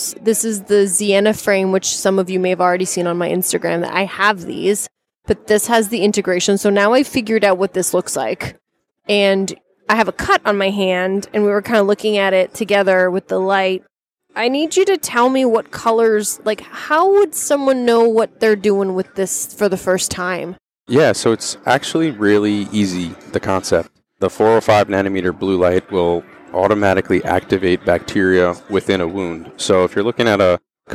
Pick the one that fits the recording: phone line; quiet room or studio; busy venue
busy venue